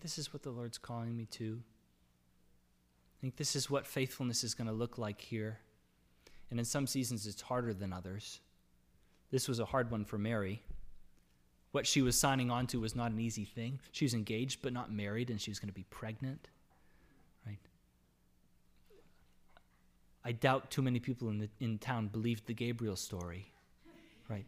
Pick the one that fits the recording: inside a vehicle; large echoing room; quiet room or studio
large echoing room